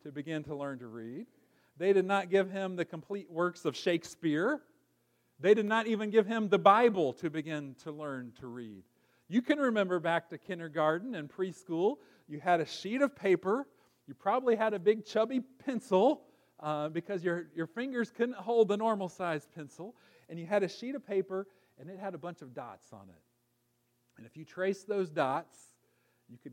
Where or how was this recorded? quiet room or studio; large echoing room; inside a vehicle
large echoing room